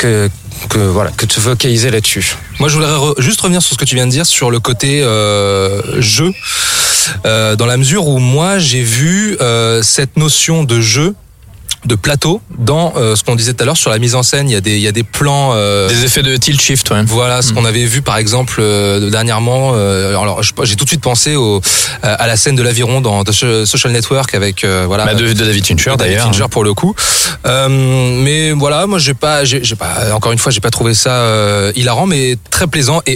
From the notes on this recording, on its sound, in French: Enregistré au Parc de Bercy le samedi 21 avril 2018